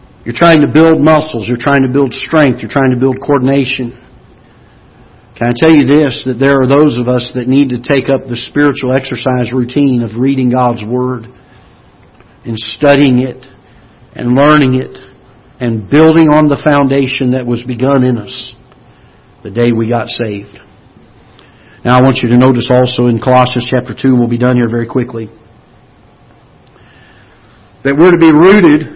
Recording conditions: large echoing room